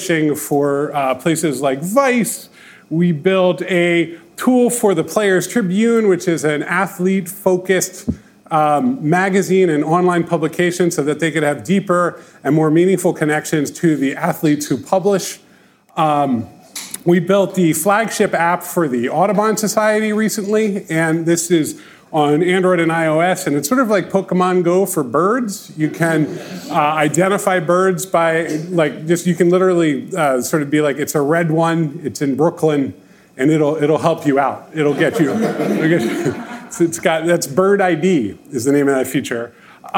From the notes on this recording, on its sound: record a live podcast episode at our Ship It!